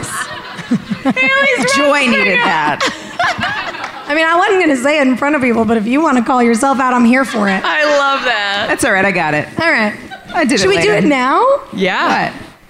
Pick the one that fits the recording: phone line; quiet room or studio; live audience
live audience